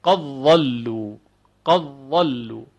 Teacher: ادغام دال در ضاد، قد ضلوا، که ادغام می شود